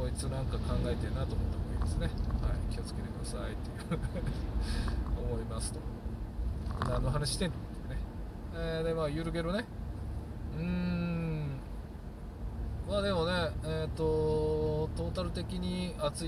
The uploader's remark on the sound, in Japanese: 運転中。車運転しながら。雑音多いですけど。